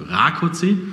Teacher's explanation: die Betonung liegt auf dem A